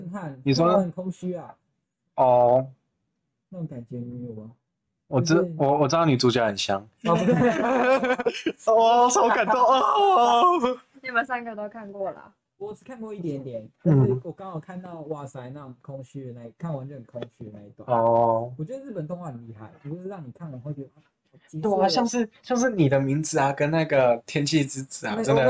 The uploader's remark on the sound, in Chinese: 音質差請見諒。